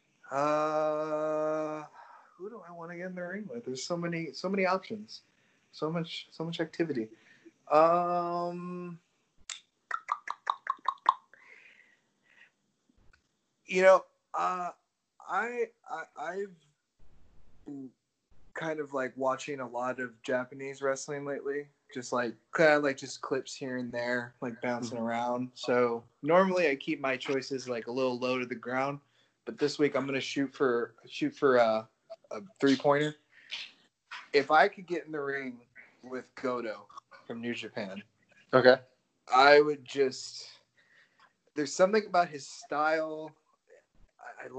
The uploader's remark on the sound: Skype it up.